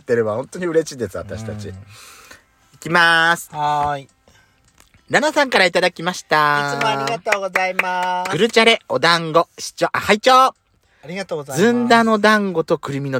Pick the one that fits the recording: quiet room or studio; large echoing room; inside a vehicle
inside a vehicle